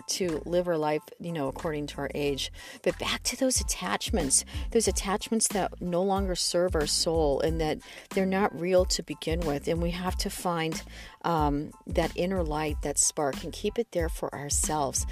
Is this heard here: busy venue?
no